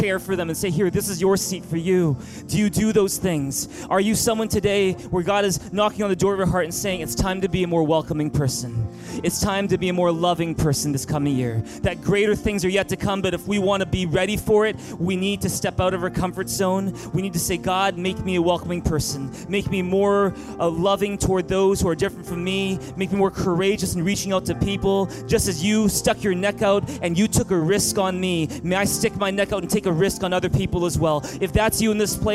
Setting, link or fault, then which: setting, large echoing room